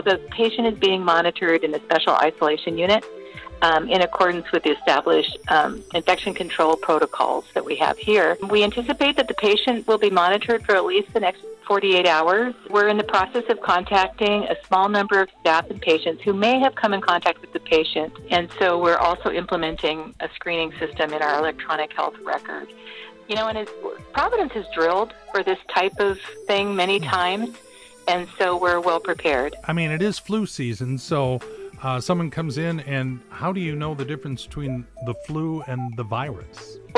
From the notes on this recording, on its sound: got on the phone to give us a status report.